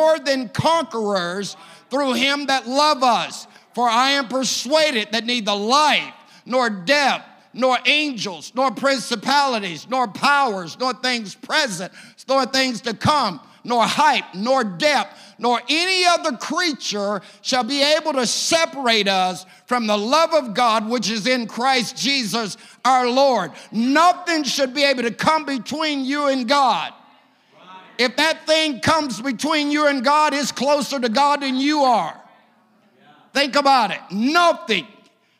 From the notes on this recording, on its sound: A service recording from Connect Point UPC.